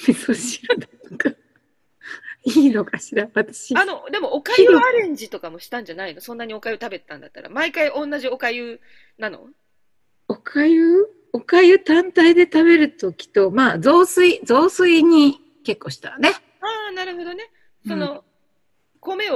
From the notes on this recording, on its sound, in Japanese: リモート収録。